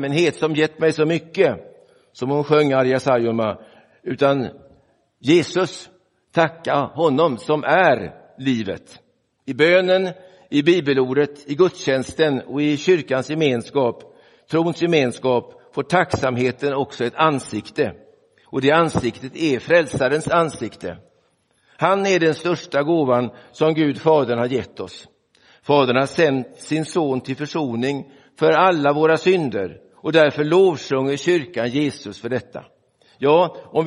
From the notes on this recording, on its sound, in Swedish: Inspelad i Roseniuskyrkan den 8 oktober 2023.